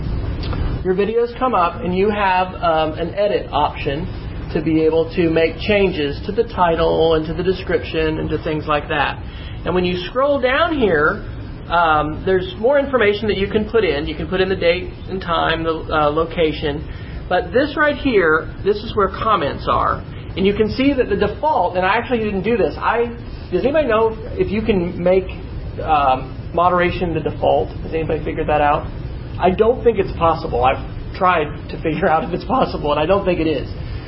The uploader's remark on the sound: This podcast is a recording of the presentation. At the Mid-America Association for Computers in Education (MACE) conference in Manhattan, Kansas.